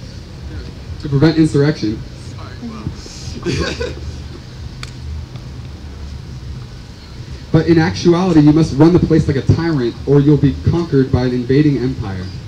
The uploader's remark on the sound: workshop at Organic Fest 2016